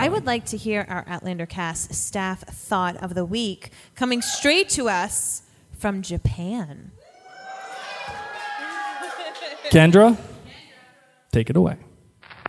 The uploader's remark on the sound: LIVE from Finale Party At The Colony House In Newport, RI.